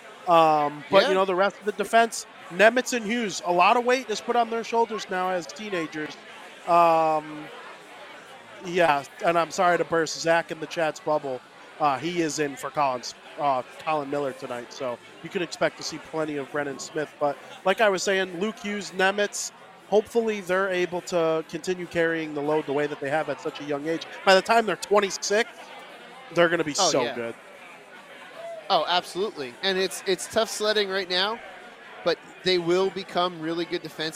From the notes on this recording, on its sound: Live from American Whiskey.